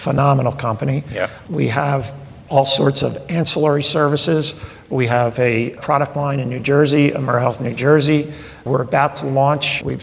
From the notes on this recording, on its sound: We had the pleasure of hosting an intimate conversation. In front of a live studio audience at their state-of-the-art customer experience center, Independence LIVE.